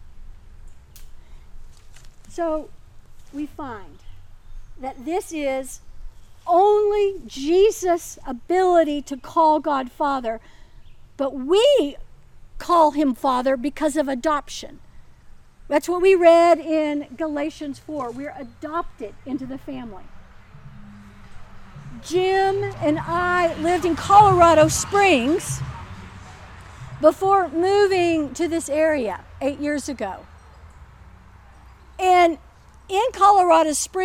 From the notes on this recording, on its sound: In these Covid-careful days, this service was held outside. We hope you are able to appreciate the sun and the birds and dogs, as well as the passing trucks and cars. Coming to you from Old South Presbyterian Church in Newburyport, MA.